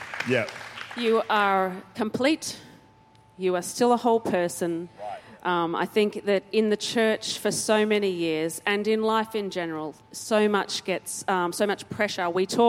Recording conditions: large echoing room